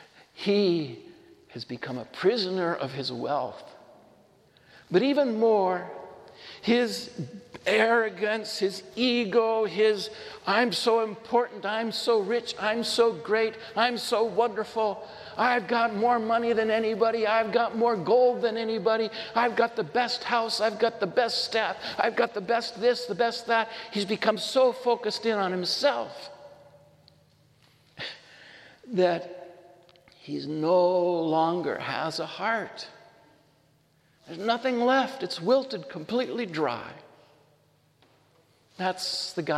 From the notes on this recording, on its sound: This homily was shared at Sacred Heart Church in Othello, Washington.